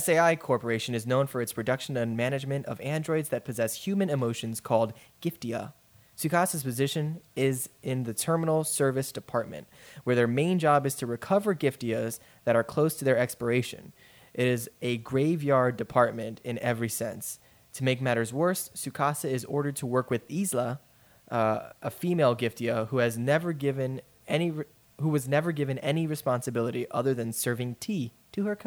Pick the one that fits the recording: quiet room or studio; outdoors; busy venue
busy venue